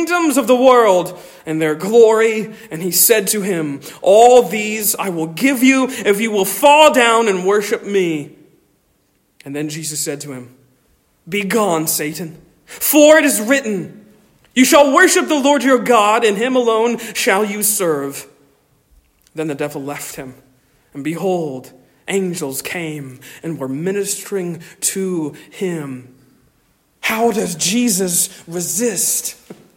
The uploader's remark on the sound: Originally delivered 2 July 2023 at Stonington Baptist Church, Paxinos, PA